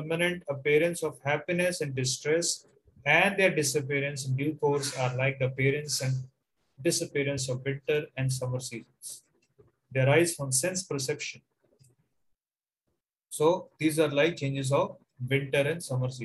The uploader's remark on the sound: Zoom recorded class